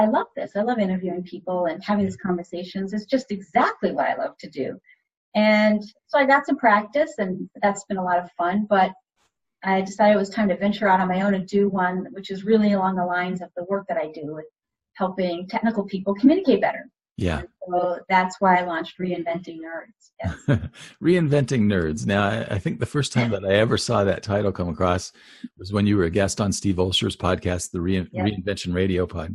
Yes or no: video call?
yes